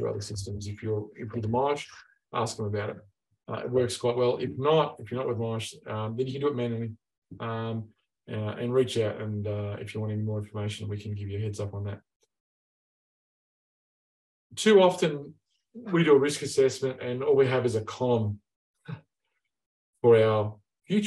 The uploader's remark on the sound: In this webinar